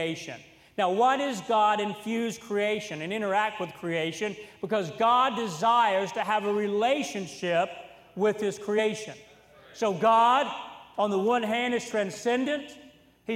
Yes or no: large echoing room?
yes